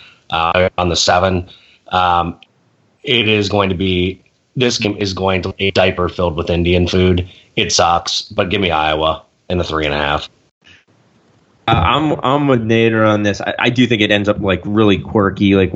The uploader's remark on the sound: Battles through some technical difficulties.